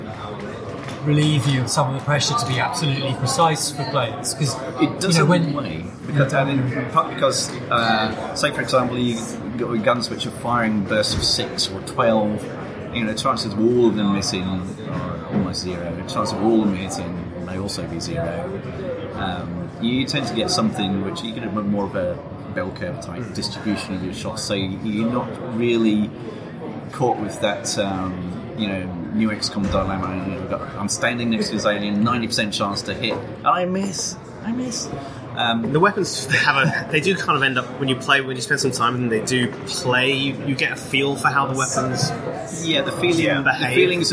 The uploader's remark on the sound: While we were at Rezzed we recorded a series of short, informal chats with interesting gamespeople.